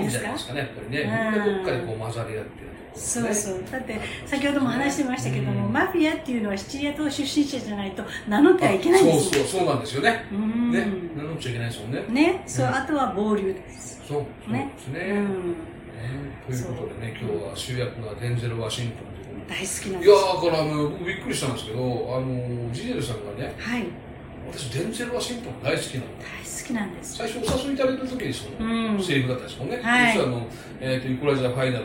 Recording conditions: background noise